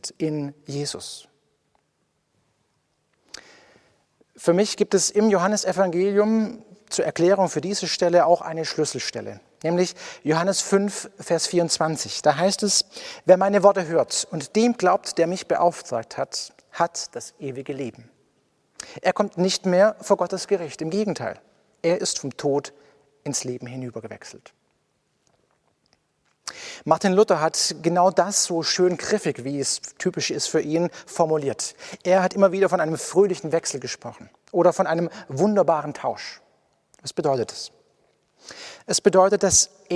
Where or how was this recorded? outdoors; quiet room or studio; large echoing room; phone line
large echoing room